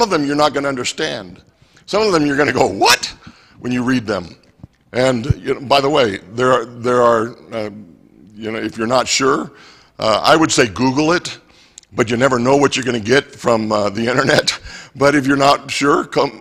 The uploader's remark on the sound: Mt. Zion Church Live!